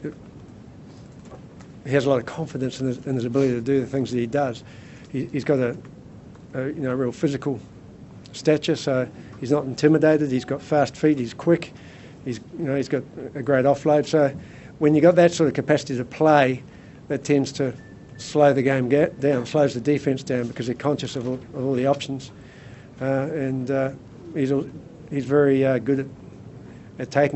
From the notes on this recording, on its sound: Wallabies Press Conference In Full. Full press conference following first Lions Test in Brisbane.